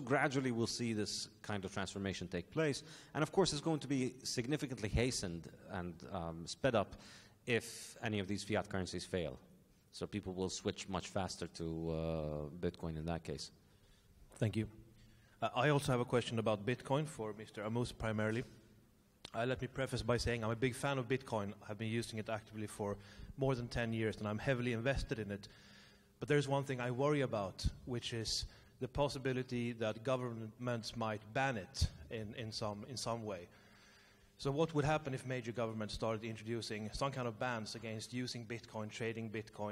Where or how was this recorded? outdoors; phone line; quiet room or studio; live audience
live audience